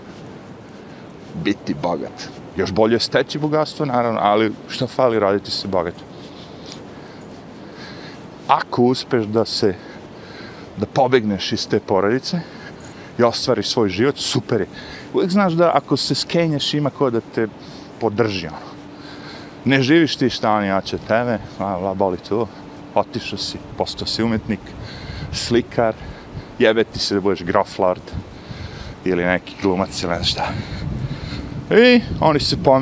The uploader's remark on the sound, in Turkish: CAMERA: DJI OSMO in ACTION, odradio fenomenalan posao sa rocksteady opcijom, audio LG G8 telefon.